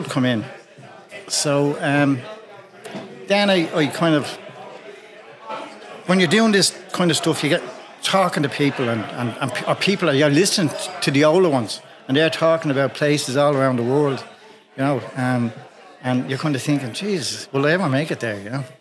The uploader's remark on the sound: Special live edition of the Publin Podcast. Recorded in front of an audience at Cleary’s Pub on Amiens Street.